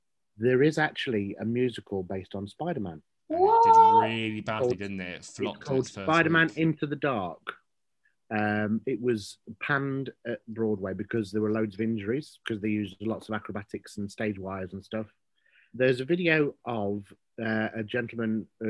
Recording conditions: video call